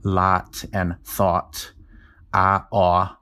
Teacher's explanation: When I pronounce them, they're both ah. But there are dialects east of the Mississippi that pronounce those as two different vowels, maybe something like lot and thought, ah, aw.